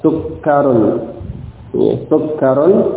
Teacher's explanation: seperti idghamnya huruf kaf pada huruf kaf atau bunyi huruf kaf pada bunyi huruf kaf